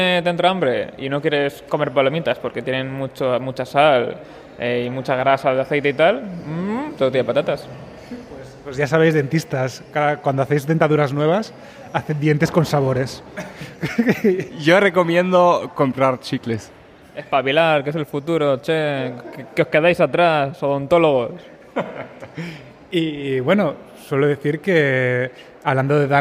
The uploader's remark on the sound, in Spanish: Está grabado en un pasillo del Hotel Meliá de Sitges, el centro neurálgico del Festival de Cine Fantástico.